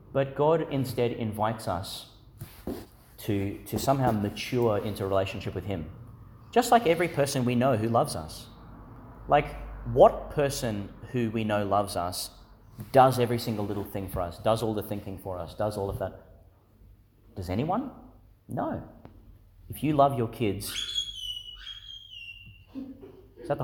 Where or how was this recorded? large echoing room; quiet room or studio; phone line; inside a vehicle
large echoing room